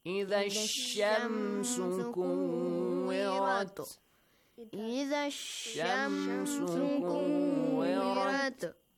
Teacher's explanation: So Sheen is the sun letter. Yeah. So you have to skip that lam. Idha, you have to connect idha, the with Sheen.